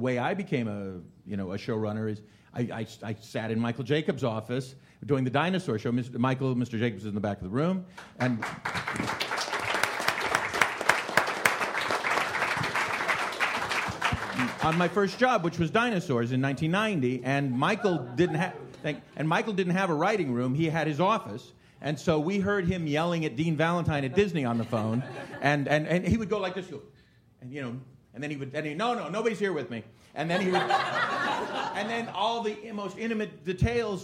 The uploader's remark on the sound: Showrunners and Creators panel from ATX Television Festival.